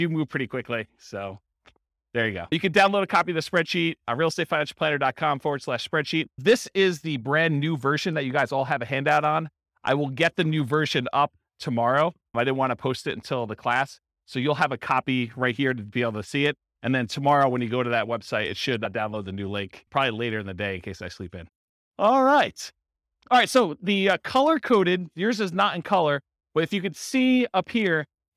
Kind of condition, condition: setting, live audience